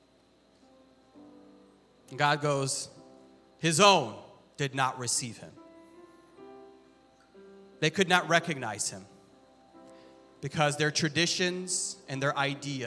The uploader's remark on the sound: This sermon was recorded live on July 31st, 2022 at Newark United Pentecostal Church.